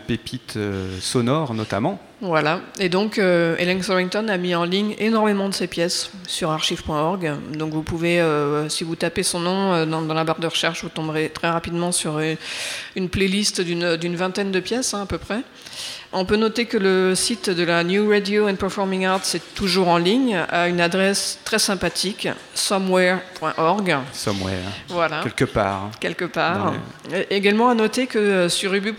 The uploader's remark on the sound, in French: enregistrée depuis le salon de microédition Impressions multiples de l'Ésam de Caen/Cherbourg